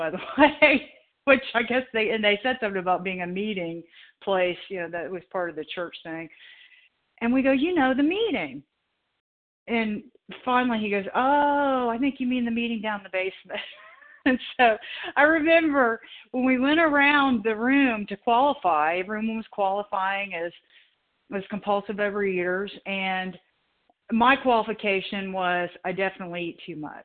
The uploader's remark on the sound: the 100 Pounders Phone Meeting